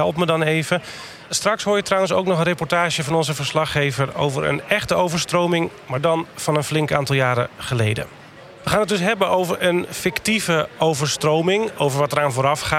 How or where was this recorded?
busy venue